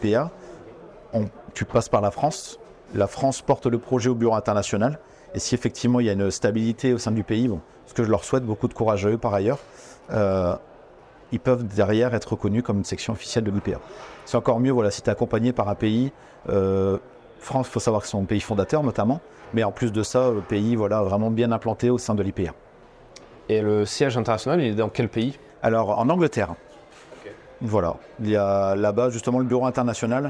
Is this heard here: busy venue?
yes